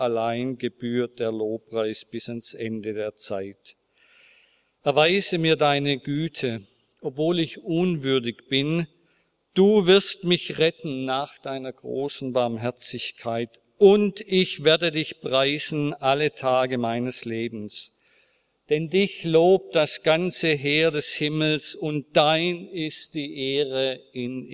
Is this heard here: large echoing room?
yes